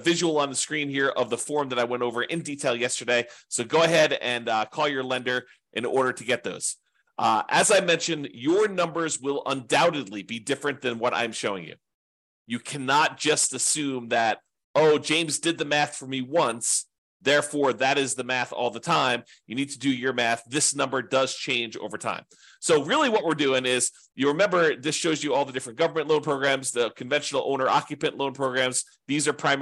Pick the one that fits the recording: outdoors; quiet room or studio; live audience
quiet room or studio